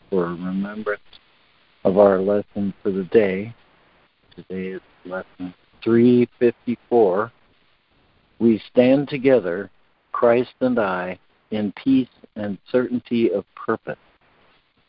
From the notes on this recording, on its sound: Daily Conference Call